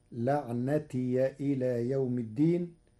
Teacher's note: قرأ ورش كلمة لعنتي بفتح الياء، فتصير لعنتي إلى يوم الدين والفتح والإسكان أيضا في لغة العرب.